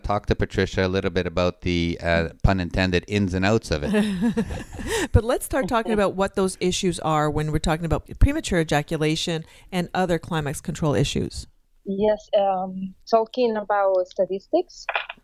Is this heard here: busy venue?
no